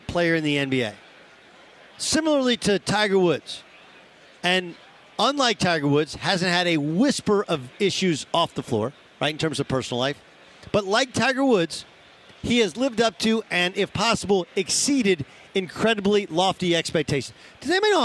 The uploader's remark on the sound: live from Phoenix in Radio Row ahead of Super Bowl 57!